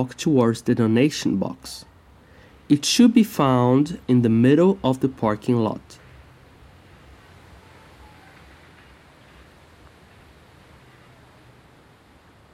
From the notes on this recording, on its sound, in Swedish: Ljudpromenad i Kungsbacka. Som del av Art Inside Outs residens "Andra koreografier, nya rum utifrån begreppet kritisk turism".